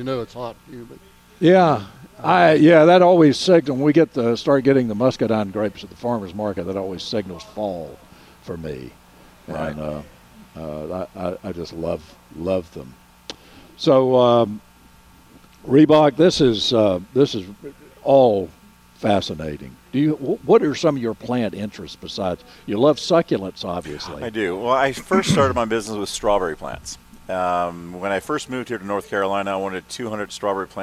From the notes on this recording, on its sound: broadcasting live from Hand Picked Nursery.